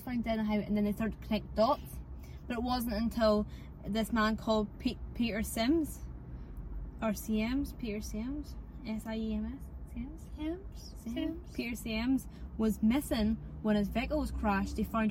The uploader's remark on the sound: We apologise for the background noise during this episode, it was recorded remotely in the Fiat 500 and not the recording studio. We were also experiencing problems with our usual editing app and had to use another software, so the editing isn't our finest.